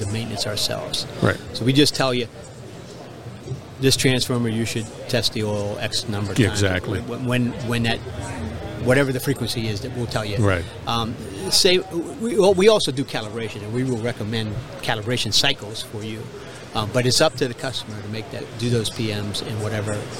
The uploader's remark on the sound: the Industrial Talk podcast at a conference in New Orleans